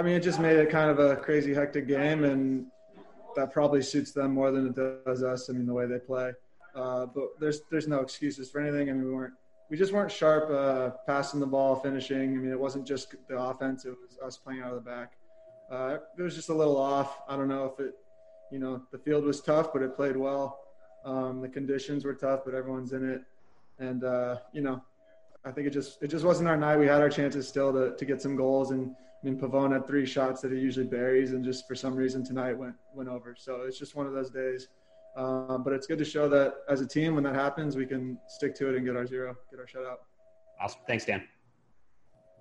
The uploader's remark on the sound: LA Galaxy Press Conference after the Galaxy draw against San Jose Earthquakes.